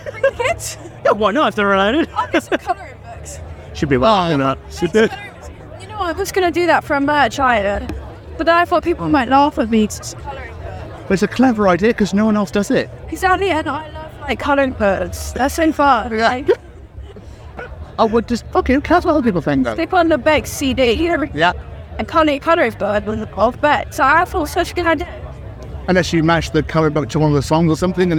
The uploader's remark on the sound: From our 'Live from 2000 Trees 2023' series.